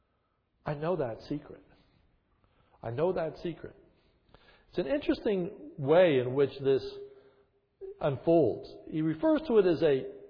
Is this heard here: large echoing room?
yes